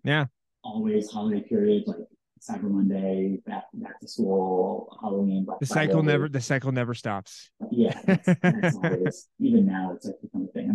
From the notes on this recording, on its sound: APOLOGIES ON THE AUDIO QUALITY.